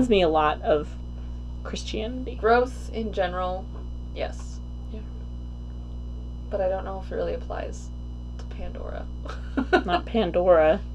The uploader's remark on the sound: Apologies for the 30 seconds of silence at 10:27 and the mic buzzing in general - we're still figuring this out!